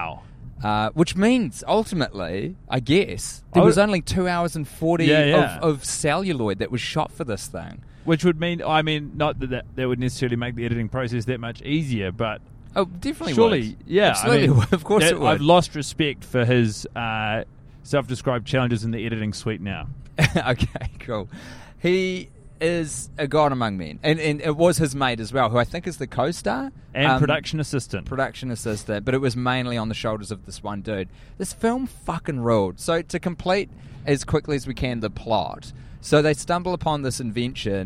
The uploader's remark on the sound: Recording in a car on their way to LAX at the end of their USA tour.